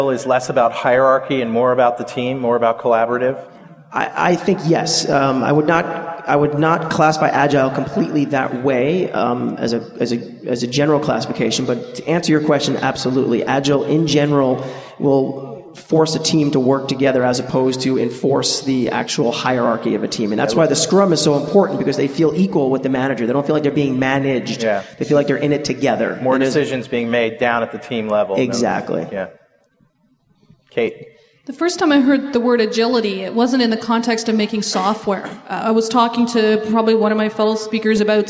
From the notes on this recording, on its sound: On stage at TechEd Europe in Barcelona for this discussion about Agile methodologies.